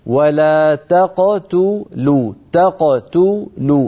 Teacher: يعني عند القاف لا تضم شفتيك لأن القاف ساكنة مقلقلة هكذا. ولا تقتلوا، ابدأ ضم الشفتين عند التاء.